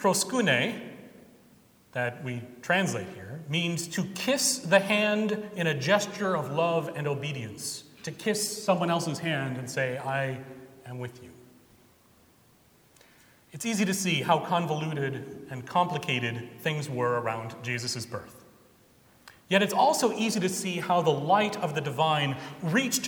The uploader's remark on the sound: Recorded Jan 8, 2017 at Trinity Presbyterian Church in Bixby, Oklahoma